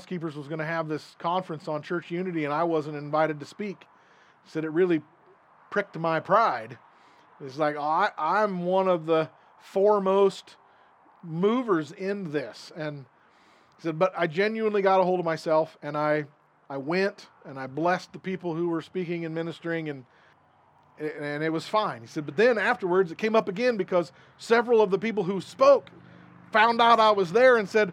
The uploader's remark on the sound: This recording is from an outdoor service - so you will hear highway and wind noise